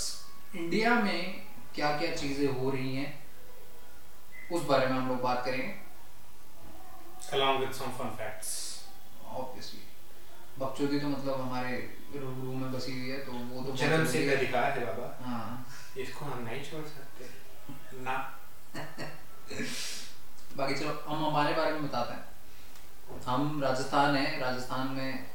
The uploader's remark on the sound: We are just getting started so the audio quality is not very good.